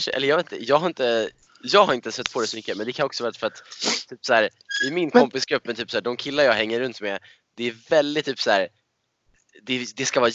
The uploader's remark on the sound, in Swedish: Smärre ljudproblem igen...